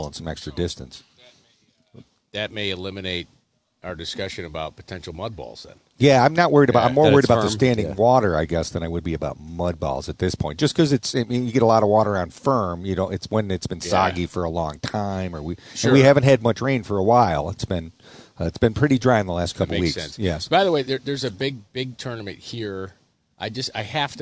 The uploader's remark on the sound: Live from the PGA Championship at Oak Hill